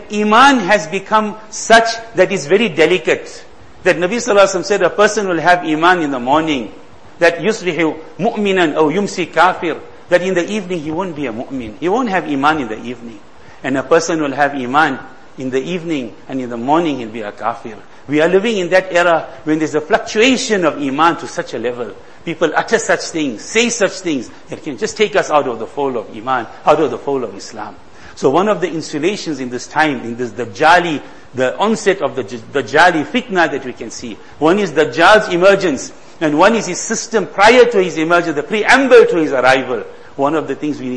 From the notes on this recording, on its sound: Jumuah lecture.